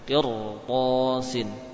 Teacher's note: Sebelumnya kasroh, namun karena ada huruf to setelahnya maka menjadi tebal.